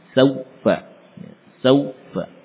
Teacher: menekan bibir terlalu kuat sehingga hilang sifat lin.